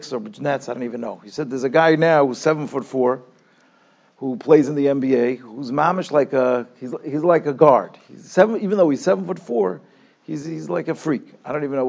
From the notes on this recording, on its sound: Shiur recorded in Yeshivas Ohr Reuven, Monsey, NY.